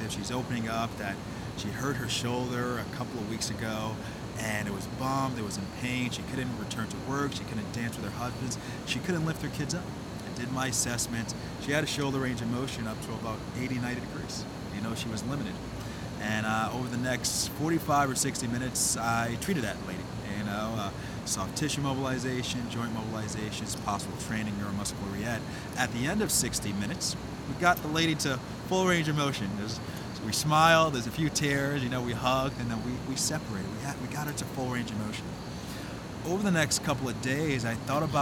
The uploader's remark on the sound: LIVE from the Ascend Conference in Washington DC